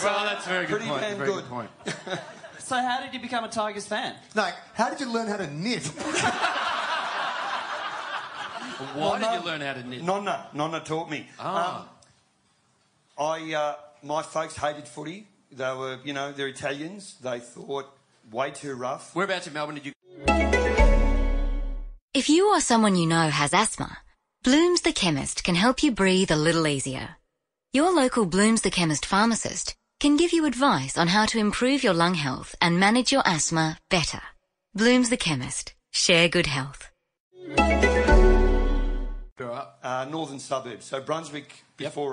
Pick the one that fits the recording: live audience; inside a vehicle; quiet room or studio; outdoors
live audience